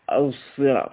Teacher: ليس بصاد خالصة ولا بزاي خالصة ولكن بينهما · Term: إشمام